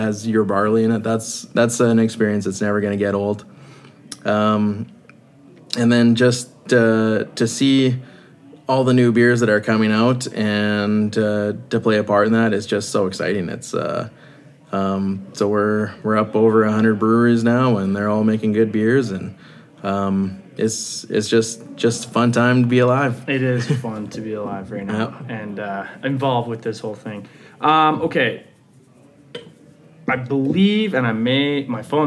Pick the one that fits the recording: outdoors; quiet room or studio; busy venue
busy venue